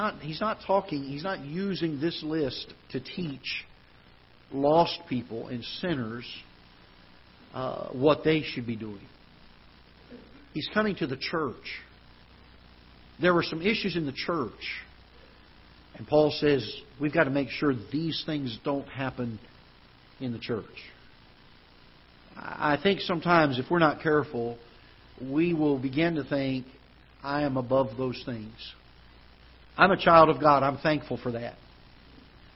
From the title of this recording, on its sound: Ketha Heights Baptist Church ~ Live Broadcast